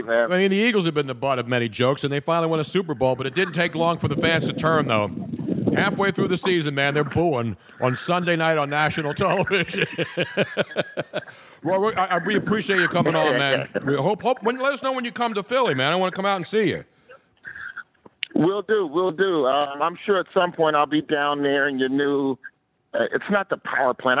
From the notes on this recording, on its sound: This week's pre-winter-storm edition of the podcast live from Moonshine Philly.